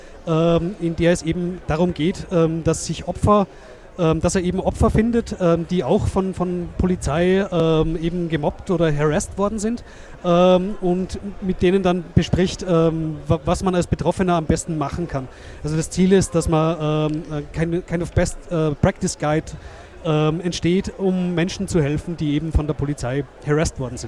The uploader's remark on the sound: Live at the 34c3.